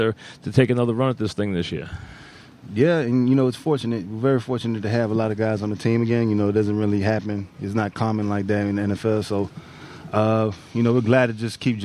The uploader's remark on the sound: live from Giant camp